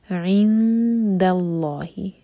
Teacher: عند اللہ، عین کو حلق سے، اس کے بعد ایم ٹی نون، تو نون پر اخفا کیا جائے گا، نون کی آواز کو چھپائیں گے اور دو سیکنڈس کا ٹائم دیں گے. عند اللہ، دال کو لام سے جوڑا جائے گا اور دال کو ہیوی نہ ہونے دیں، اس کو دو ساؤنڈ نہیں دینا، د.